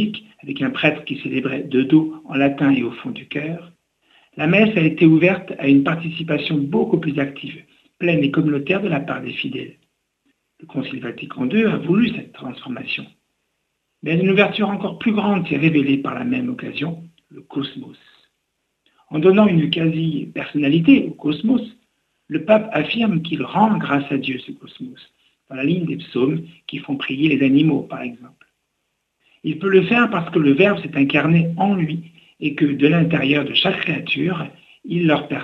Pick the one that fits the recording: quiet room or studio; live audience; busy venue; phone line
phone line